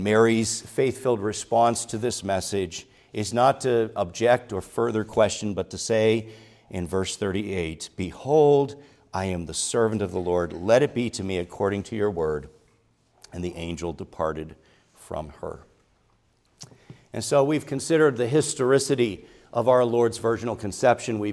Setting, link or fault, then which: setting, large echoing room